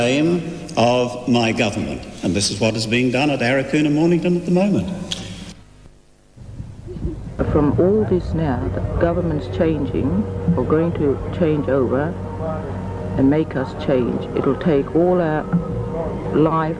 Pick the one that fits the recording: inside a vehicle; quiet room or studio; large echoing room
large echoing room